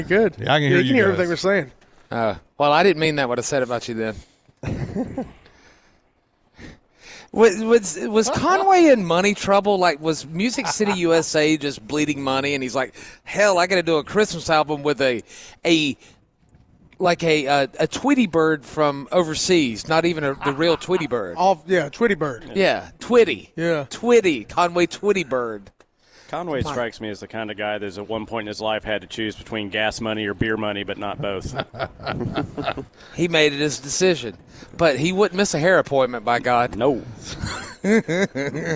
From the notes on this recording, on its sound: WE ARE LIVE IN HOUR THREE FROM THE LEO SANTA TOY DRIVE AT BON SECOURS WELLNESS ARENA